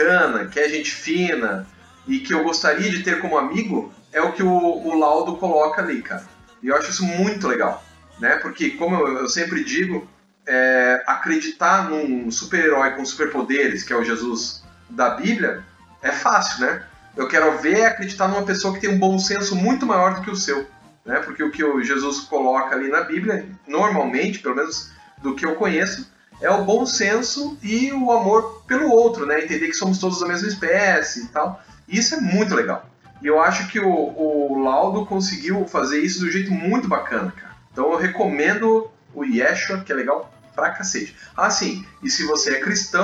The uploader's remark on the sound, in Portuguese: Vários problemas com o áudio, mas tentamos deixar o melhor possível...